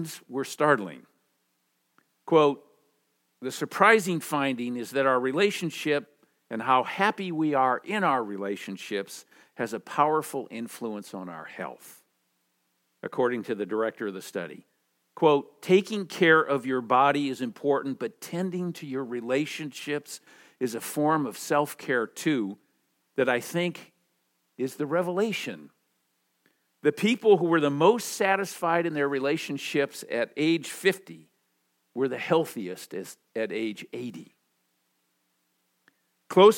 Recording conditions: large echoing room